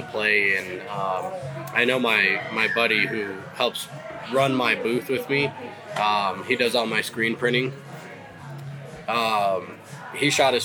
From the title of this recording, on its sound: Live From Western Hunt Fest